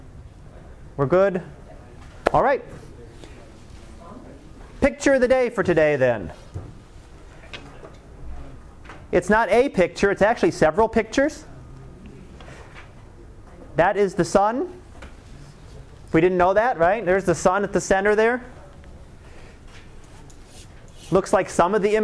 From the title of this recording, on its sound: Live Class Lecture